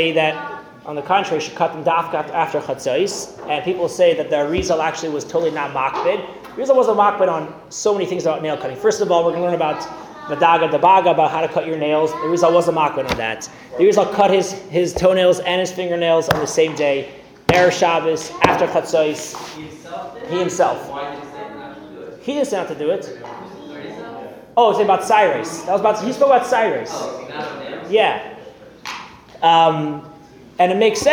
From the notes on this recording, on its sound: Recorded live at The Torah Center ATL on May 21, 2023